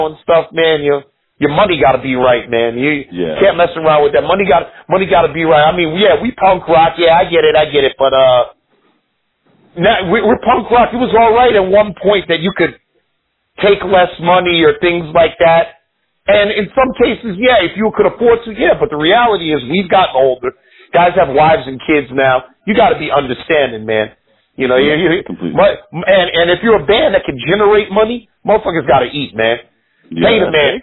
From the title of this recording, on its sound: On the phone